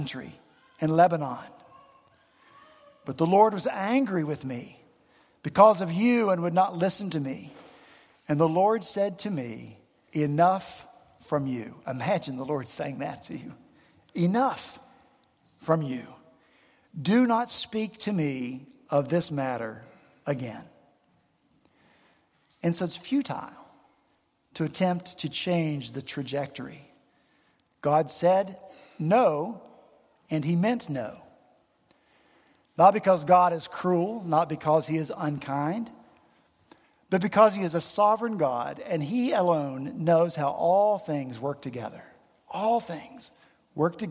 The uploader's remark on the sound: The pews were filled at Redeemer Presbyterian Church in Charleston, SC